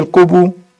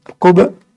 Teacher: فالقلقلة ما في حركة هنا لا ضمة ولا فتحة ولا كسر فالباء ساكنة فلابد أن نقلقلها مش نضمها · Shown in: second take